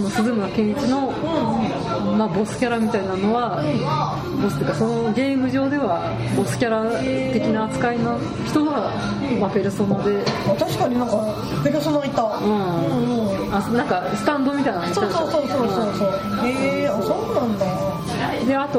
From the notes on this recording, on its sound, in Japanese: 居酒屋収録なので大変周囲が騒がしいです。